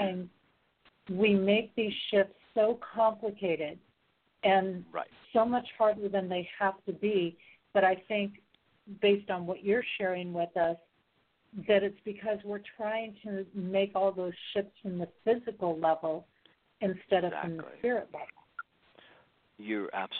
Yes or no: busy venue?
no